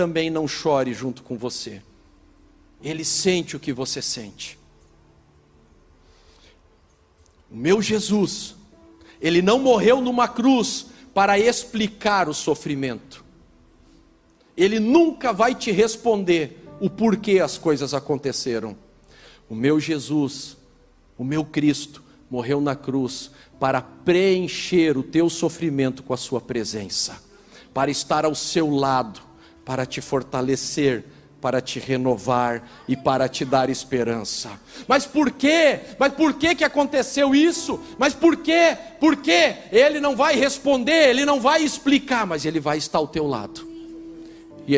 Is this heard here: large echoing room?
yes